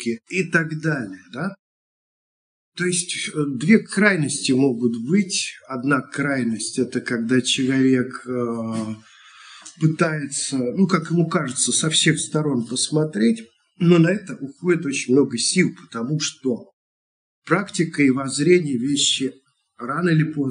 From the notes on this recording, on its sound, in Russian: Запись делалась, через zoom. Просим прощения за шумы на заднем плане. Мы сделали все что могли для очистки записи.